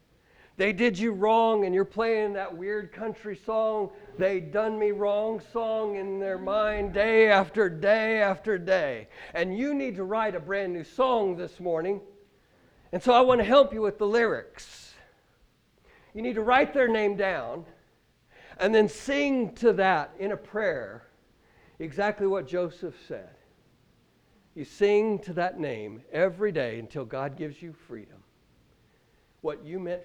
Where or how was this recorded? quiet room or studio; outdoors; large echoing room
large echoing room